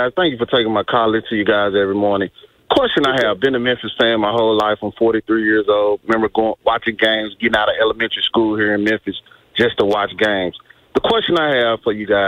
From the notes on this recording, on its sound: Joins the show on the phone. Taking phone calls on the subject.